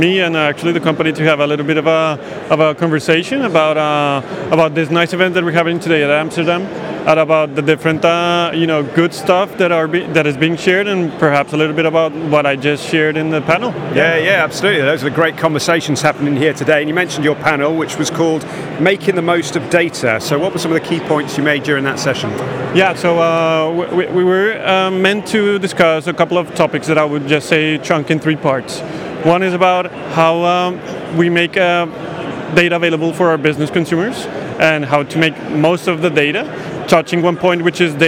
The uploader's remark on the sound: AI and Big Data Expo, Amsterdam. The third and final episode recorded at the AI and Big Data Expo. The event took place at the RAI in Amsterdam on 26th-27th September. We recorded a series of interviews from the Exfluency booth with a number of the speakers and attendees at the event.